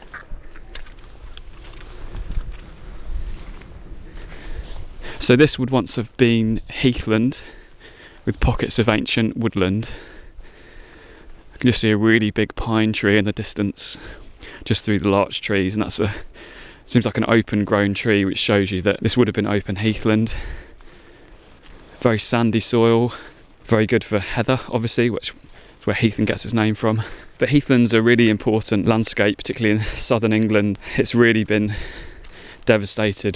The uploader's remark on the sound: In this shorter episode I recorded a circular walk from home, checking up on an old beech tree in an area of woodland known as the Sussex Weald. This is the first outdoor pod for Unlocking Landscapes, with lots of natural soundscapes to enjoy: mud, ice, streams, bog and birdsong. In the West Sussex High Weald.